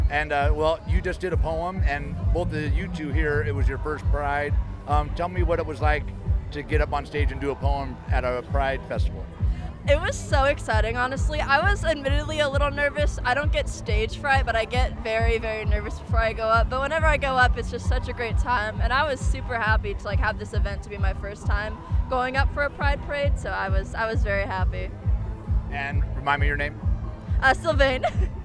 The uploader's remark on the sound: Pride In The Plaza is an annual event held in Concord California. The event is hosted by Rainbow Community Center of Contra Costa. We’ll hear sounds from the annual event.